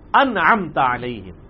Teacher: نون کے بعد عین آ گیا، عین حروف ہلکی میں سے ہے تو نون واضح ہوگا